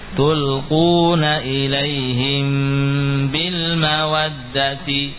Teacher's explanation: Baik, mim sukun bertemu dengan ba. Cara membacanya adalah dengan memanjangkan gunnah, menambah ukuran gunnah pada mim. · nisbah kepada penisbatan kepada makhraj huruf mim, yaitu dari bibir. Baik, mim sukun bertemu dengan ba. · Term: syafawi